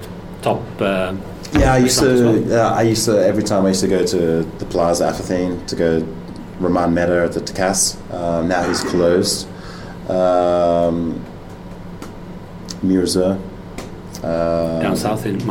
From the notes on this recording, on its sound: At his restaurant in the center of Copenhagen.